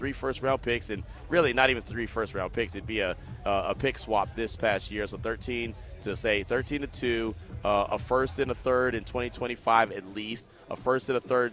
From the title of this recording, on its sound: LIVE FROM THE COMBINE